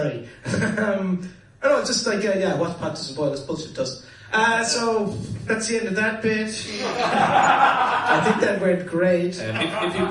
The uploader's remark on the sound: LIVE AT DUBLIN POD FEST 2018